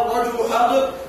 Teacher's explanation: فالوجه الأول أن تبدل همزة أل مدا